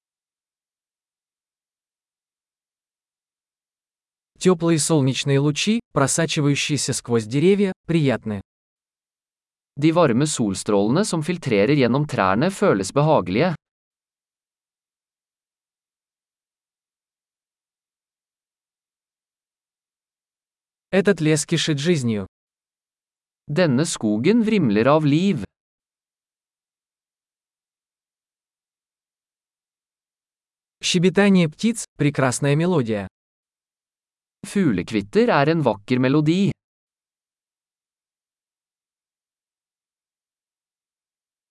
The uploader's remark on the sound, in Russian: Прогулка по лесу. Шум журчания ручья.